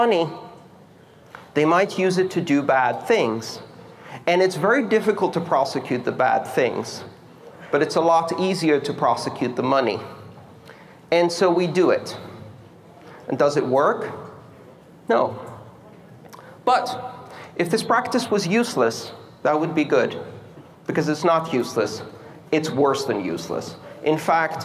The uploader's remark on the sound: This talk took place November 25th 2017 at the Riga Art Space for the Baltic Honeybadger conference in Riga, Latvia.